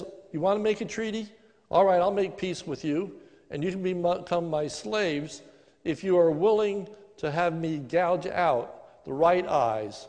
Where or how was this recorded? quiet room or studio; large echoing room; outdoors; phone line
large echoing room